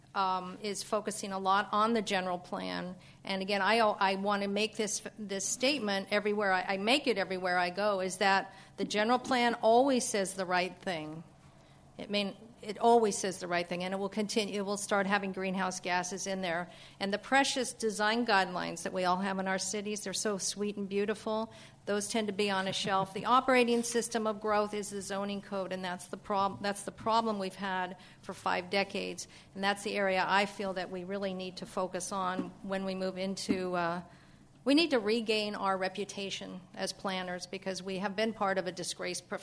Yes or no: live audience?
yes